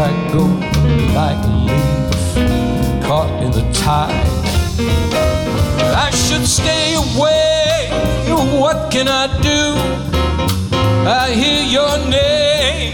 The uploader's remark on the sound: Live at the SouthPoint Casino